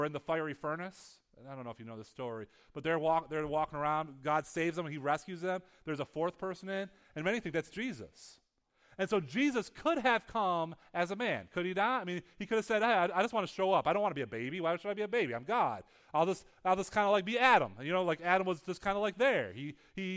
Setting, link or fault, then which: setting, large echoing room